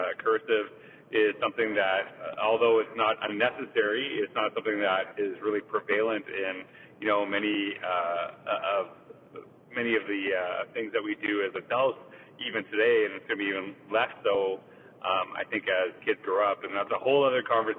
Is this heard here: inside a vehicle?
yes